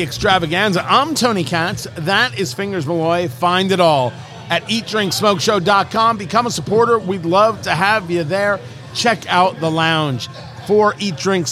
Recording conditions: busy venue